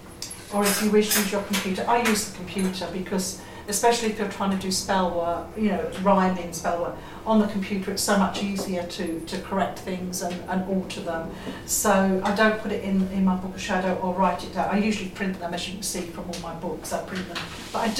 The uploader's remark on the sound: This is an excerpt of a recording of a talk “Spellcraft” at the Faversham Speakers Moot. At The Limes Pub in Faversham.